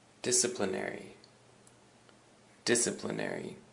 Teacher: the emphasis is on the first syllable, the dis